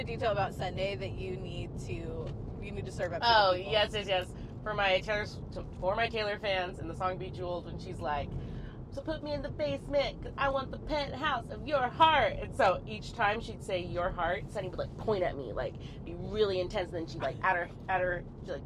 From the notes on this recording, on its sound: we invite more friends in the car to chat